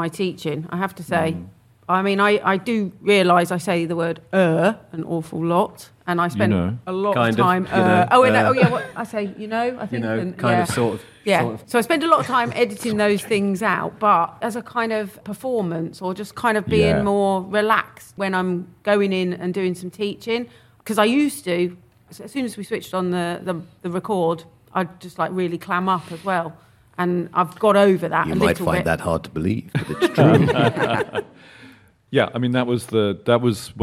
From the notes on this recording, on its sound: Recorded in front of a live audience at LILAC 2023.